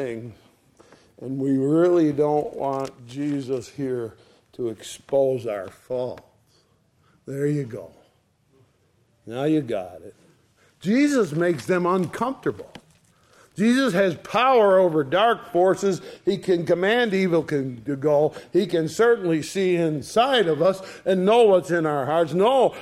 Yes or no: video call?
no